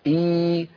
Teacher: عندنا في العربية صوت آخر اسمه حرف الياء، تخرج الياء من وسط اللسان، من وسط اللسان إي مع ارتفاع لوسطه إلى أعلى، يرتفع وسط اللسان إلى أعلى إي فيتضيق المخرج إي.